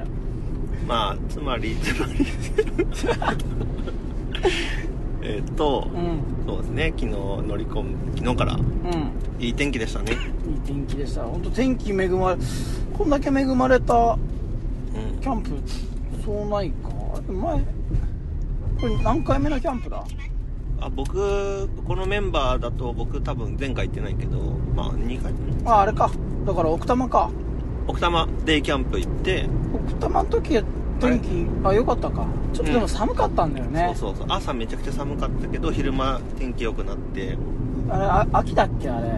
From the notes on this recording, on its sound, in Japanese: その帰りの車の中で。今回収録の途中で誰かが寝ます。